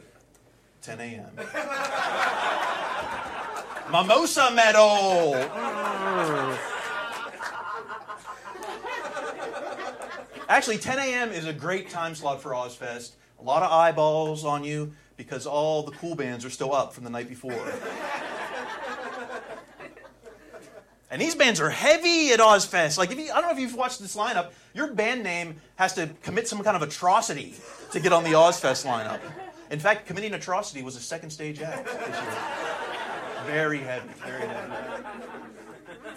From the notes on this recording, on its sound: Recorded at Flappers Comedy Club in Burbank, CA